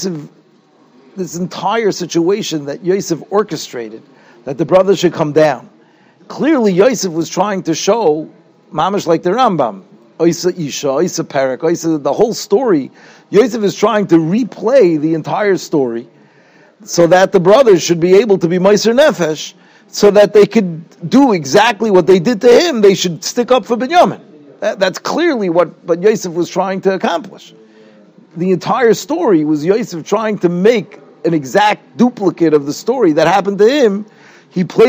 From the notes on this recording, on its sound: Shiur recorded in Yeshivas Ohr Reuven, Monsey, NY.